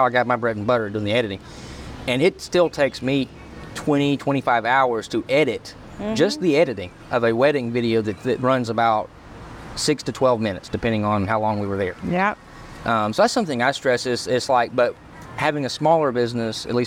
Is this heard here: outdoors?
yes